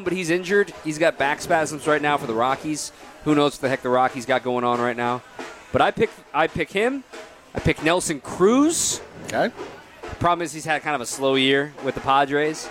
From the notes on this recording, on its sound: live from Summerfest